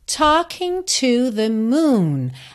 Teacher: é super importante você lembrar que a letra T em inglês tem um arzinho. E o L dessa palavra talk também não é pronunciado.